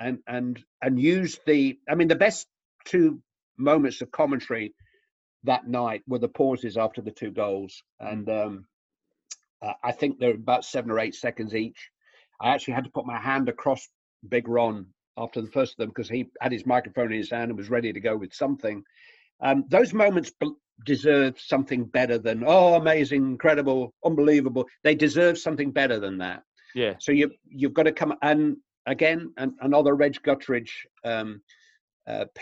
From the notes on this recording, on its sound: Logged into a zoom call this week. It was easy to feel a bit out of place on the other end of the call.